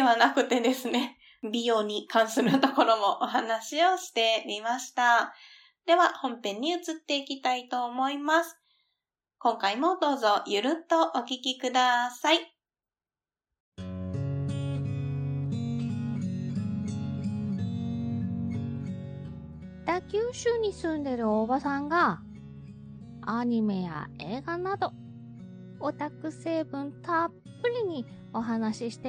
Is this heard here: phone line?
no